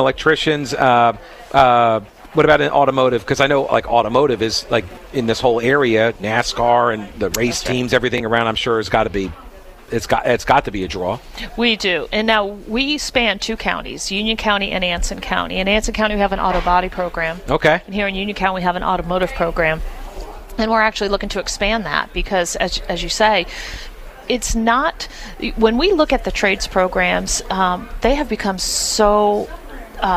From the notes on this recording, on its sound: Broadcasting live from the 31st Annual Union County CrimeStoppers BBQ event!